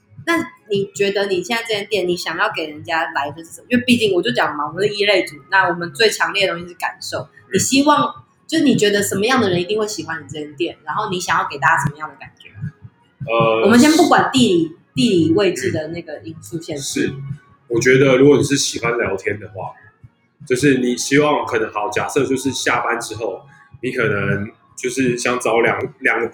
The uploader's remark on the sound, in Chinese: 我們出外景了，收音部分要再加強我知道。這集節目在Tiny Beertail Bar（小調啤）錄製。我這集邊喝啤酒邊錄音。